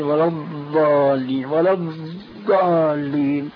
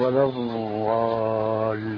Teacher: ففرق بين من يقول ولا الضالين ولا الضالين وبين من يقول ولا الضالين، فهي مخرجها من حافة اللسان ملتصقة بالأضراس · Shown in: second take · وبين من يضع رأس اللسان في سقف الحلق. · Term: الضاد العربية الصحيحة